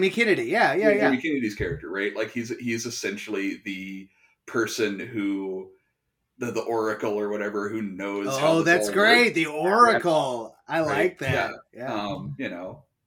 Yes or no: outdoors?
no